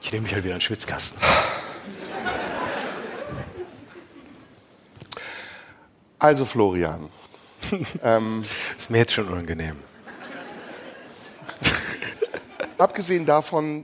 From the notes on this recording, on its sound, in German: Das Finale live im Tipi. Die 500 Livezuschauer im Tipi am Kanzleramt.